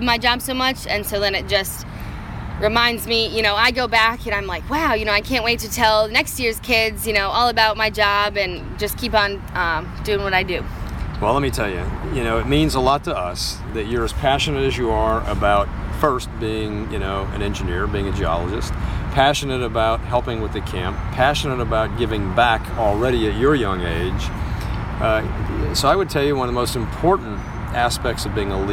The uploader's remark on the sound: Live from the SAME/U.S. Army Engineering & Construction Camp in Vicksburg, Miss.